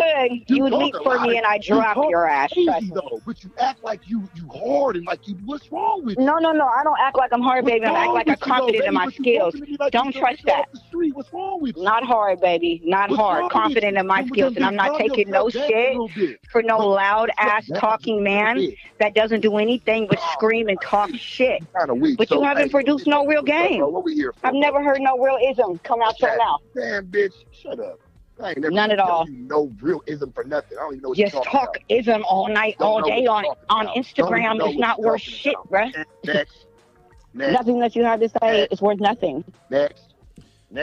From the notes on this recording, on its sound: call into the Folksalert live